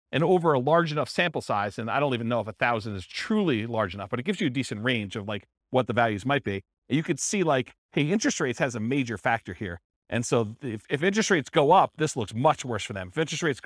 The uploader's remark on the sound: This was a live class recorded